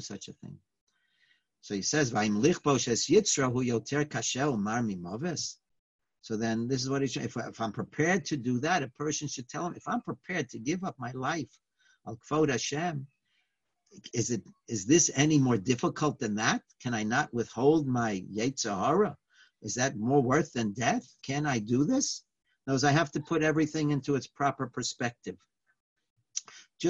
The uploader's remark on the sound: Live On Zoom: 6-10-2020